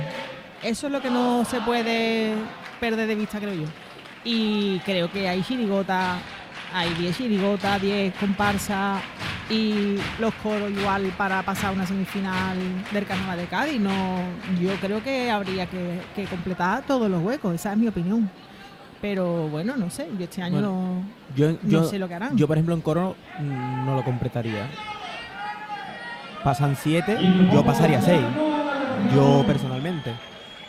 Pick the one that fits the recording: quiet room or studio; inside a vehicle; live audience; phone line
live audience